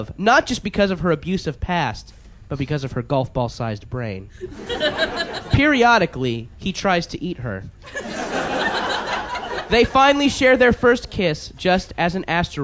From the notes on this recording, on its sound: LIVE with The Monsters of Podcasting in New York & Philadelphia.